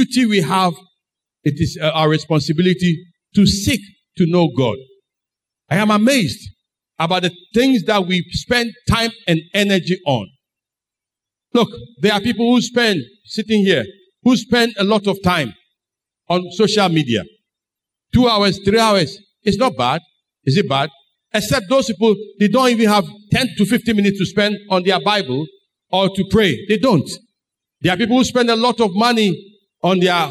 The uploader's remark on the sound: Sermon preached at CBC Adabraka Campus